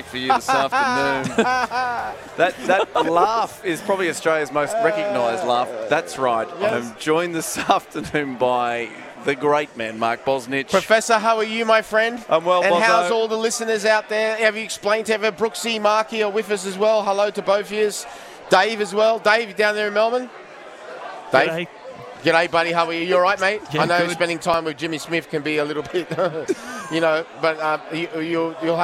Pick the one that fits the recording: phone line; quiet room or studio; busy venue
busy venue